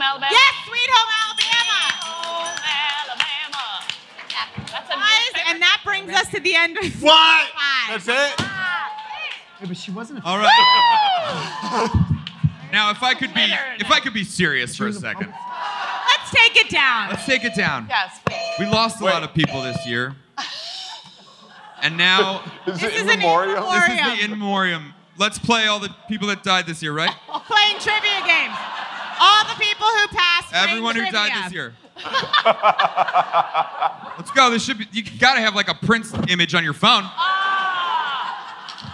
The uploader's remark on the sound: Featuring the interviews and panel discussions from the 2016 Vulture Festival. Recorded live at Vulture Festival.